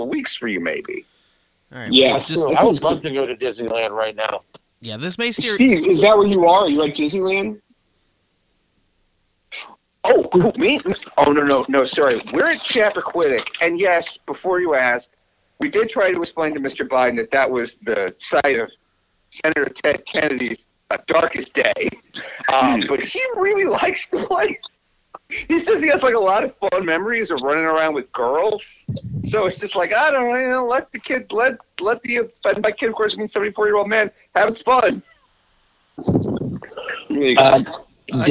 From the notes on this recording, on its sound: The gang gets together over the phone lines from various locations and is joined by a special guest.